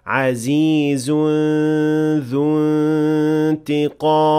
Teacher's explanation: this ikhfa has an empty mouth ghunna since the letter that comes after it is the dhal, and that is an empty mouth letter.